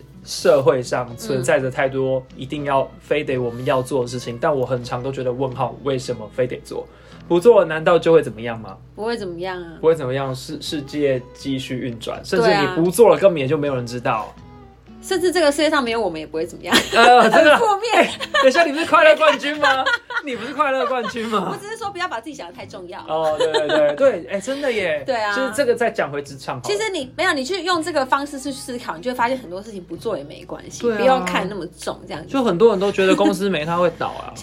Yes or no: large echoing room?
no